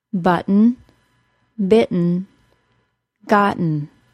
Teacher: Those three words are actually pronounced quite differently from the way they're spelled. The T turned into a glottal stop, and the N is a syllabic N, so there was no vowel sound in the second syllable.